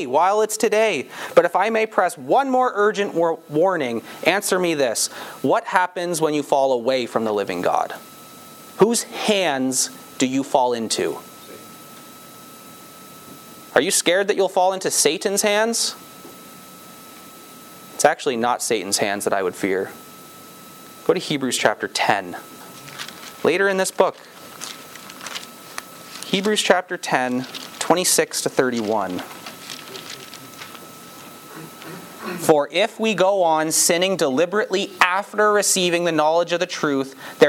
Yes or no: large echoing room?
yes